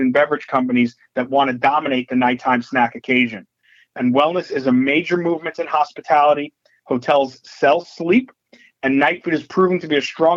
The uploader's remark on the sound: Nightfood March 2023 Conference Call